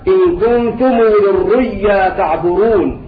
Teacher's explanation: أبدل الهمز واوا ثم قلب الواو ياء وأضغم الياء في الياء، فيقرأ هكذا إن كنتم للرؤيا تعبرون، وهذا معنى قوله والرؤيا فلا.